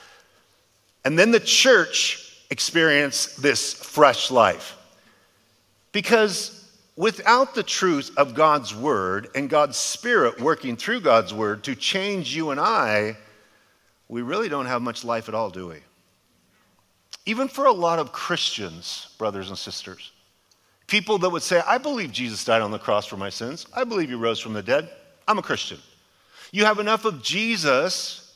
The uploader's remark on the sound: A sermon delivered as part of The Beginning and The End Series at Godspeak Calvary Chapel in Newbury Park, California on July 29, 2023.